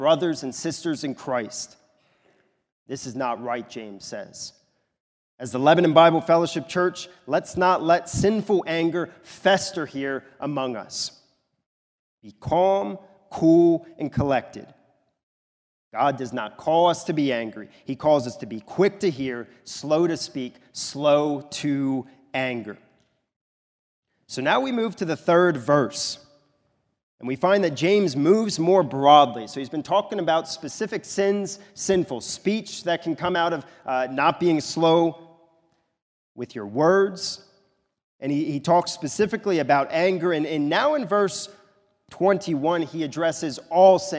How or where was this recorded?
large echoing room